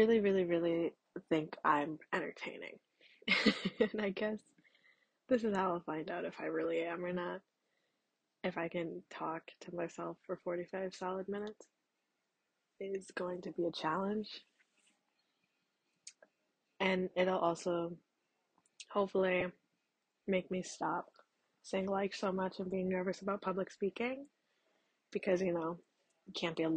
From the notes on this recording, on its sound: Please be gentle about my amazing audio quality and nervousness.